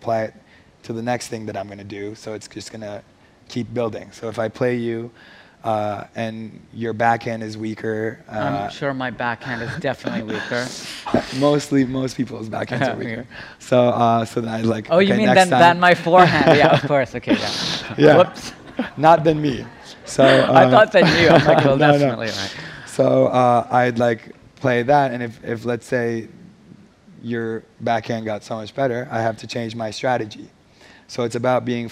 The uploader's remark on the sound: On stage at #BoFVOICES 2017